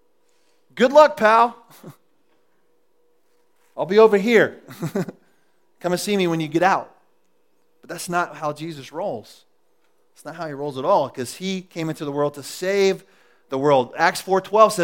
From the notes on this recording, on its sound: recorded at The Calling Community Church located in Platte City, Missouri